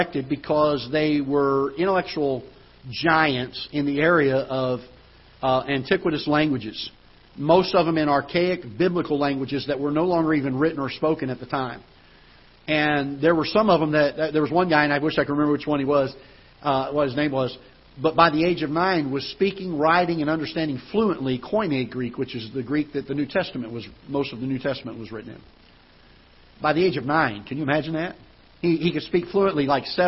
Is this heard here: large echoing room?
yes